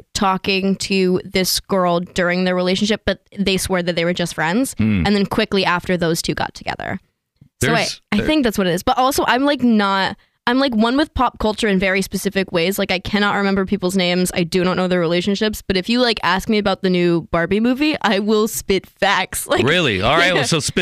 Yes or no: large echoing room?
no